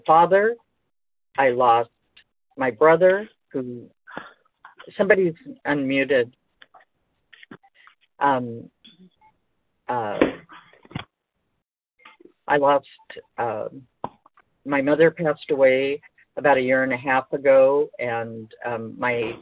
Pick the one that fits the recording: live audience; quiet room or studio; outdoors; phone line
phone line